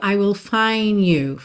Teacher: quase que o D some. A gente ouve meio I will find you, tá?